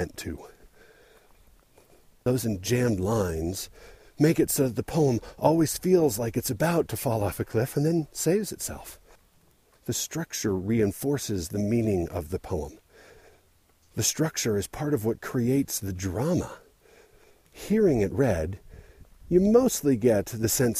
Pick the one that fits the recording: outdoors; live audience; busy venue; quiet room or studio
outdoors